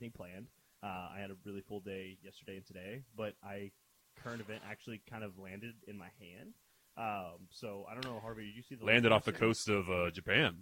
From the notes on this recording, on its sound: Sorry for the audio issues, should be fixed next ep.